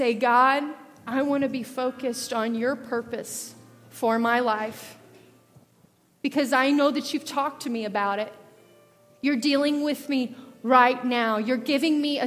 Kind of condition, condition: setting, large echoing room